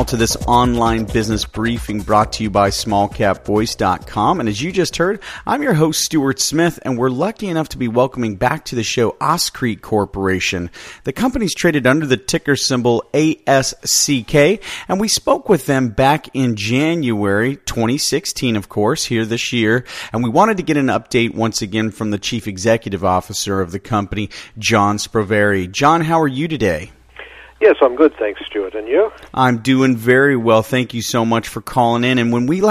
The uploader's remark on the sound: called in to SmallCapVoice